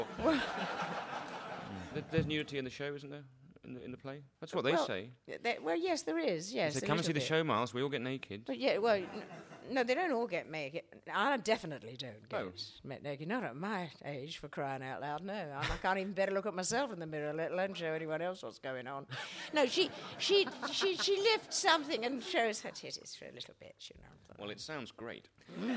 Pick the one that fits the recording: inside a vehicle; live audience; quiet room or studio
live audience